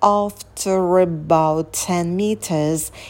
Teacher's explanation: Потом after about соединяем слова, звук r мы произносим, потому что он на стыке между двумя гласными